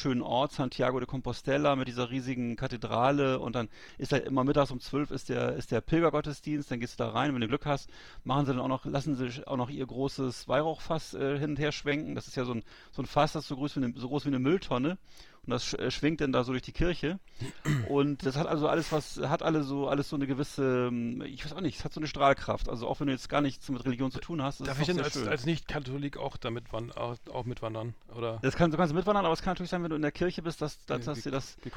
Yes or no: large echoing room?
no